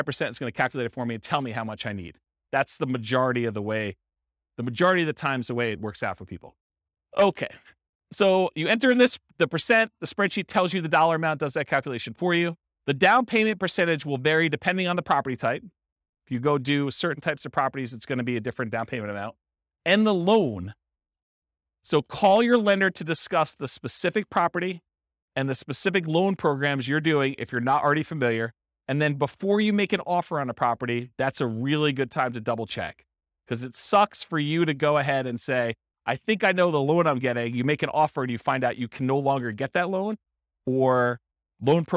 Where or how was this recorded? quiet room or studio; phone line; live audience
live audience